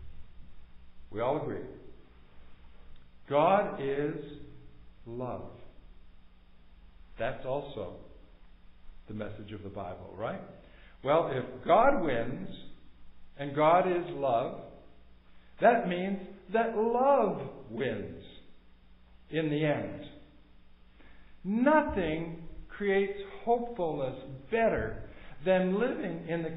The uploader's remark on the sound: Recorded at MPPC on Sunday, December 4, 2022